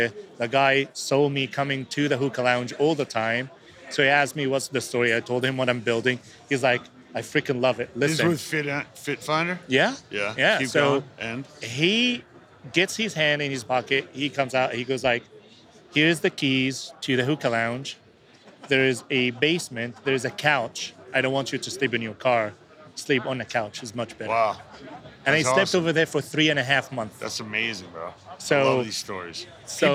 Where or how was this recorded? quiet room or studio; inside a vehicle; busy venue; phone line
busy venue